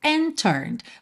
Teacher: Você não ouviu nada do D, do and, porque já juntou no T de turned